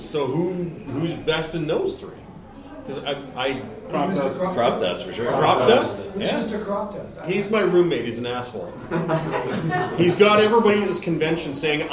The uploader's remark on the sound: Episode 380 – Live from Keycon 2022